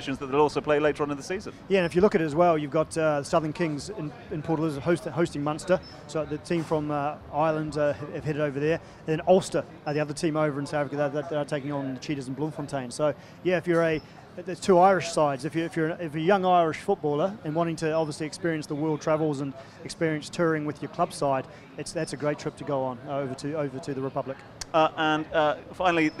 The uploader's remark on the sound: From our spiritual home Barasti